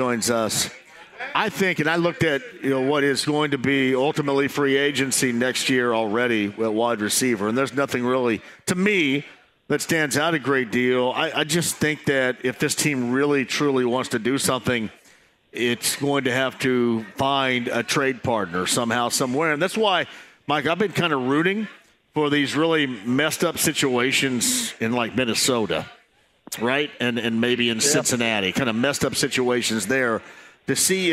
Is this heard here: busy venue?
yes